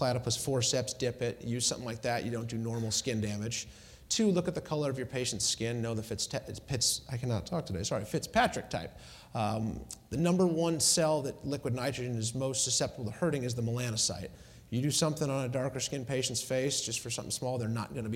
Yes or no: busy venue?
yes